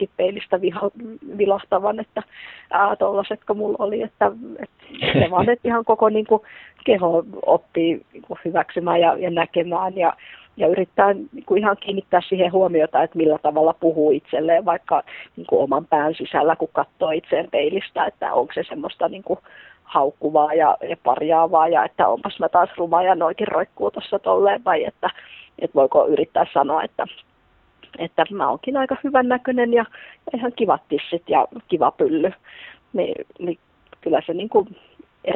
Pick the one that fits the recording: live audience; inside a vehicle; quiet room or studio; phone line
phone line